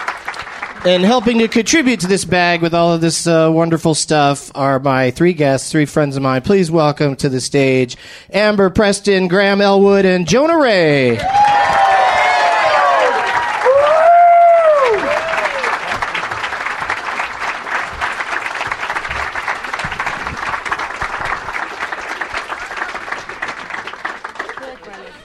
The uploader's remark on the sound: Recorded live at the Acme Comedy Club in Minneapolis, Minnesota on March 31st, 2012.